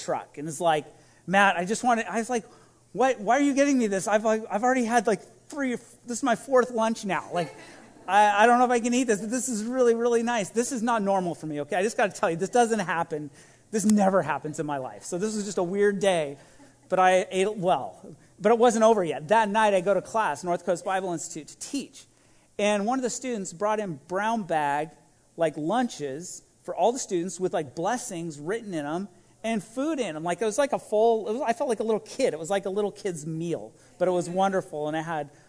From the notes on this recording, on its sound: This message was recorded at a Sunday service on November 28, 2021.